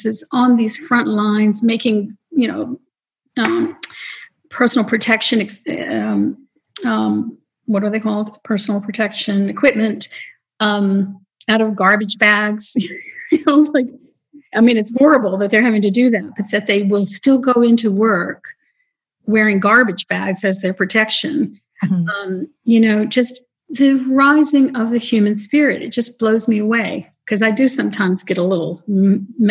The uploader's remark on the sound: Nearly 200 folks around the world gathered in the Zoom Room for our Monday lunchtime chat.